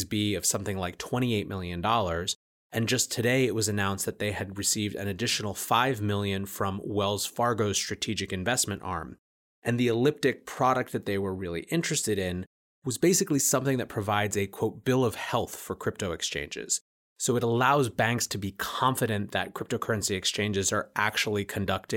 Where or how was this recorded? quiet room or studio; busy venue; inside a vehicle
quiet room or studio